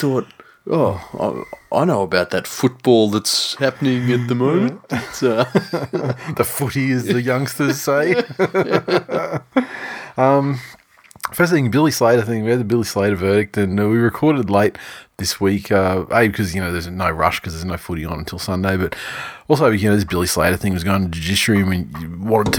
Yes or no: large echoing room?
no